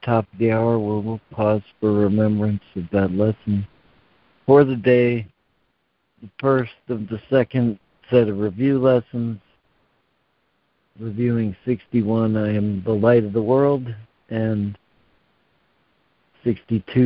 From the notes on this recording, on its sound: ACIM Daily Conference Call.